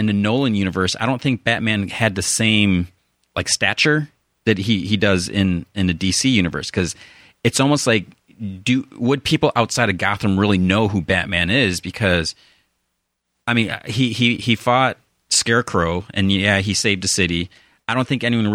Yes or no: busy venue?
no